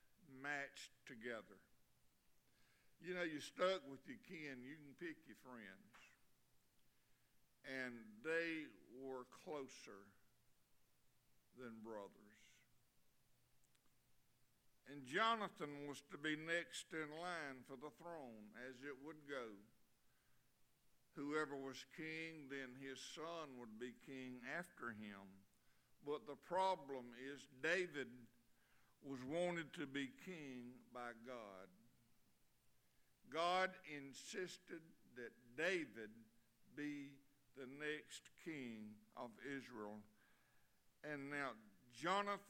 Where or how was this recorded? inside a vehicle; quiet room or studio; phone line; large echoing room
large echoing room